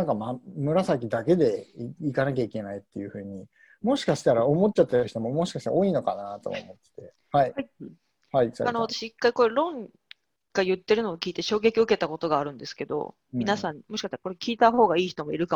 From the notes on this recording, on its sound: While staying at home. Q&A zoom session by PRI Japan Faculty.